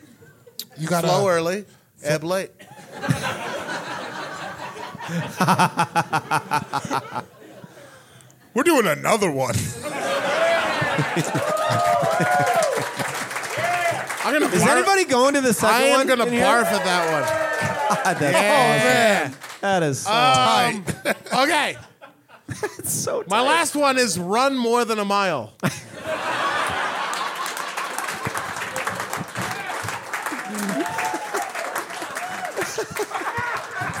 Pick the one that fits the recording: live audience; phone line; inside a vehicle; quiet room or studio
live audience